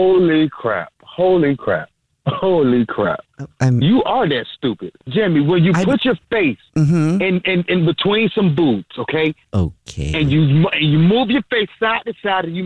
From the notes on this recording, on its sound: A Jubal Phone Prank is when our listeners set-up a friend or family member to wake up with The Jubal Show, phone prank style. Today we call a guy from a senior living facility.